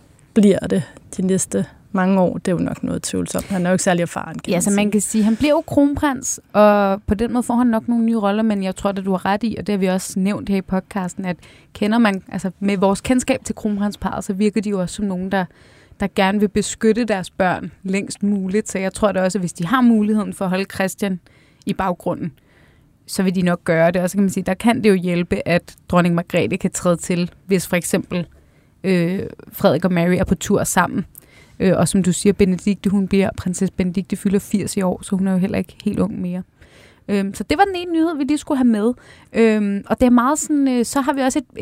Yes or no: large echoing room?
no